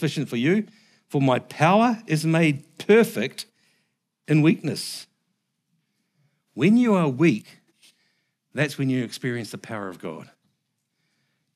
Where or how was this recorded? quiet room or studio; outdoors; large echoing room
large echoing room